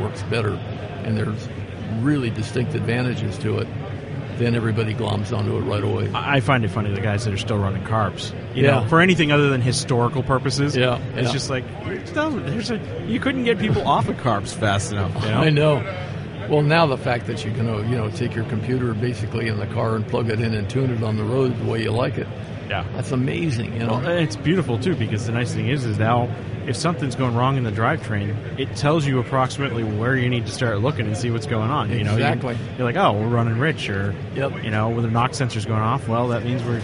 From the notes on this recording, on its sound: SEMA 2016. This episode I'm joined live from the SEMA show floor.